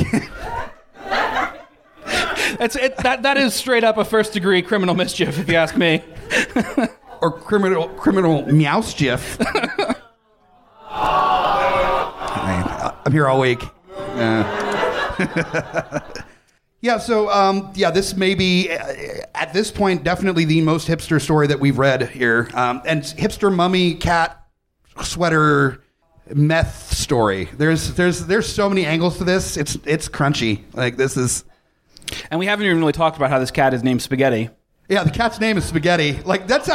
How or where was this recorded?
busy venue